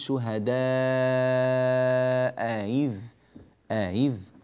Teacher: فينبغي علينا في حال اجتماع الهمزتين أن نسهل الهمزة الثانية منهما بين فنقول شهداء إذ بهذه الطريقة.